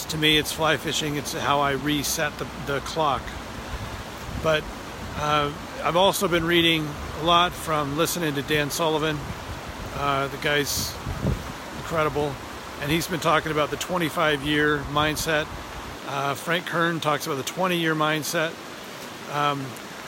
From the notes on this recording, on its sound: Today I take you on location with me as my boys and I prepare to go fly fishing up a local canyon.